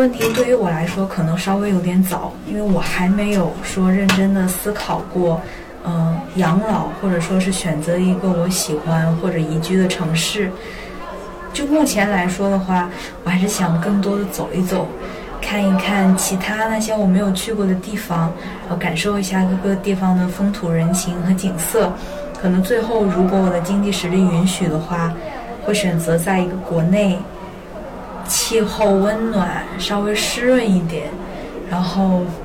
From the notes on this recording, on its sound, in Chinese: 我们在北京天桥艺术中心搞了件大事——发现喜剧周。在那里我们搭起了一个电话亭。观众走进电话亭聊聊自己。受限于收音条件，背景音会有些嘈杂。